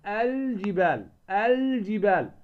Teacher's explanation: والجيم من أحرف الإظهار التي إذا جاءت بعد لام التعريف نظهر لام التعريف. إظهار لام التعريف يعني النطق بها، هذا معنى إظهارها، اللي هي اللام القمرية.